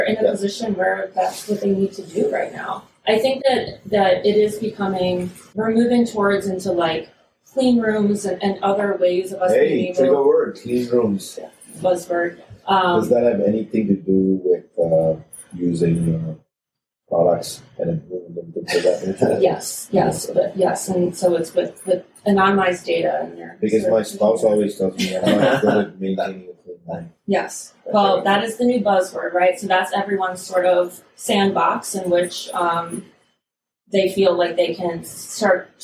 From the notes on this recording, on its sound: This episode was recorded in January at CES in Las Vegas, NV.